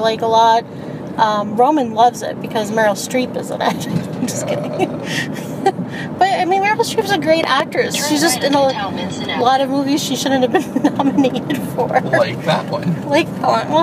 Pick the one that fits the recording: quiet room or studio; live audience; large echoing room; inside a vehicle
inside a vehicle